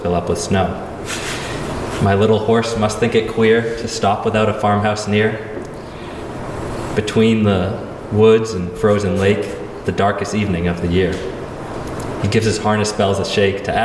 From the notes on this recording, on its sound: Shares the audio of the Favorite Poem Project Reading held in the Franklin Public Library on Saturday, April 29, 2023. Shares the audio of the Favorite Poem Project Reading held in the Franklin Public Library.